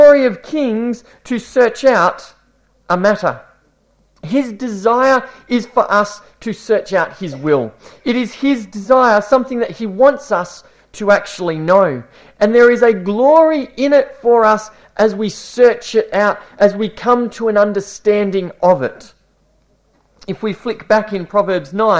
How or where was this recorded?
large echoing room